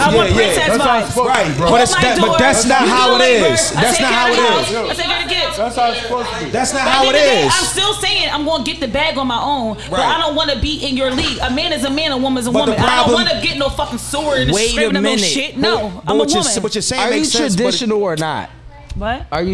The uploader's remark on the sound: Live from Krush Lounge!!